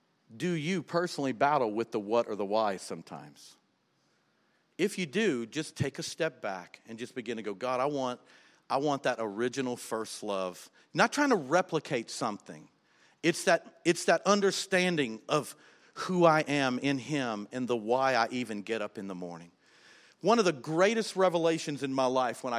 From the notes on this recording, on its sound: was recorded on October 13, 2019, during service at The Anchor Church in Rockport, Maine.